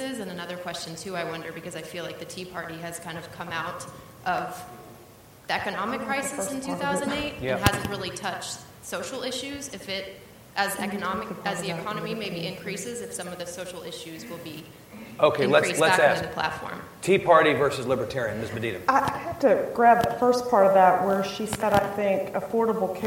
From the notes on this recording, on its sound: keynote session of The Texas Tribune Festival